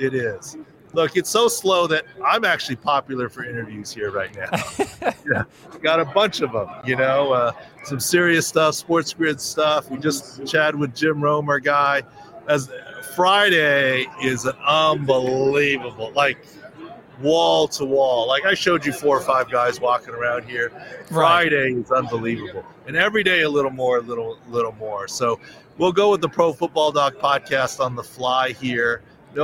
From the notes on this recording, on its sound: Super Bowl LVII Preview: LIVE from Radio Row. Reports LIVE from the infamous "Radio Row" leading up to Super Bowl LVII in Glendale, Arizona.